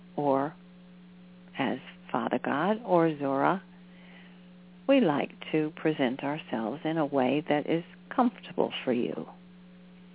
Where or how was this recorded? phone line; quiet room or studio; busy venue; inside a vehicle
phone line